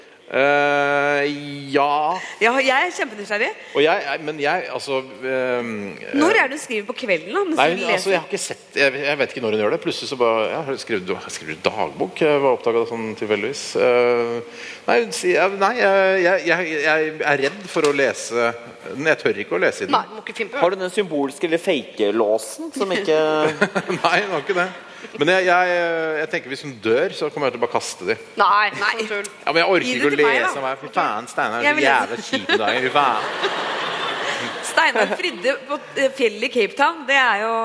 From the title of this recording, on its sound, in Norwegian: Bonuspodcast: Live fra Ås